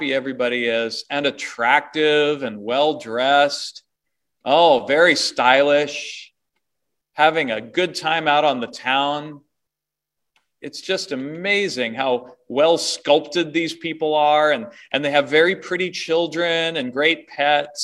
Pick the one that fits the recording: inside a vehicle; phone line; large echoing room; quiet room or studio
large echoing room